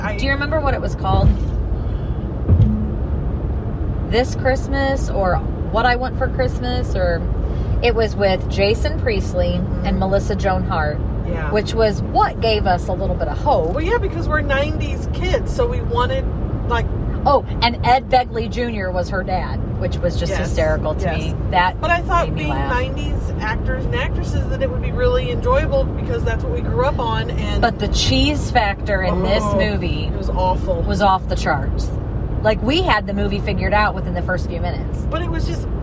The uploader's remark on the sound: A ride-along (car sounds and more!). While driving through a local Christmas Light display at Our Lady of the Snows Way of Lights.